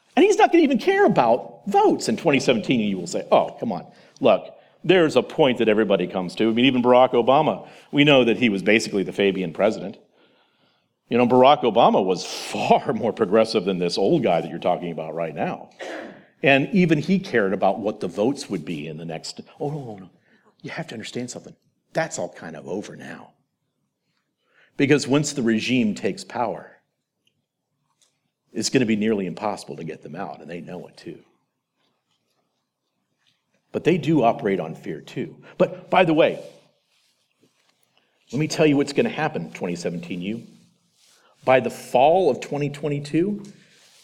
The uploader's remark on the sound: presentation from The Theology of Marxism Conference